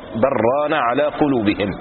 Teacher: القراء يقرؤون بل ران بإدغام الراء في اللام أو بإدغام اللام في الراء وتشديد الراء